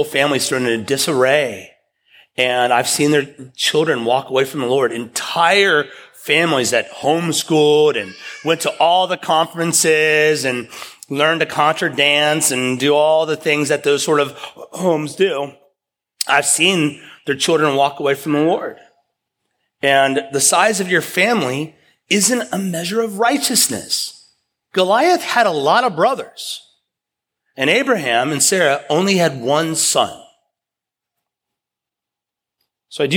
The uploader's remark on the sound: preached at East River Church